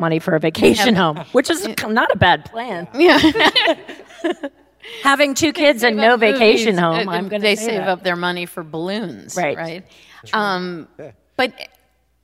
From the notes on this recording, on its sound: Recorded live. Crybabies Live at the Bard.